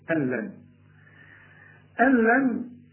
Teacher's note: النون اللي بعدها لام إلغيها أو دخلها في اللام وما تبانش، العلماء بيسموه إدغام كامل بدون غنة، ألن يعني شبك للهمزة مع اللام على طول، ألن ألن. · وأن ظننا أن لن، أن النون اللي بعدها لام إلغيها أو دخلها في اللام وما تبانش، العلماء بيسموه إدغام كامل بدون غنة، ألن يعني شبك للهمزة مع اللام على طول